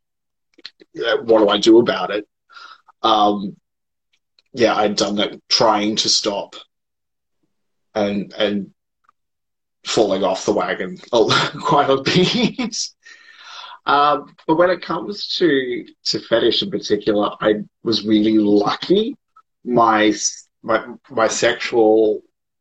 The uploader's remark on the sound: Recorded on 15 August 2020 on Instagram Live